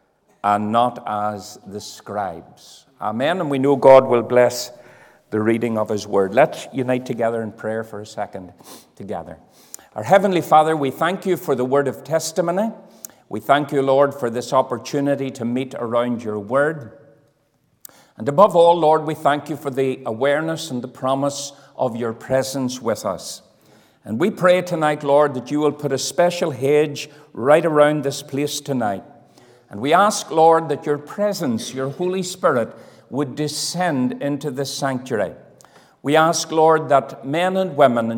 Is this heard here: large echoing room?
yes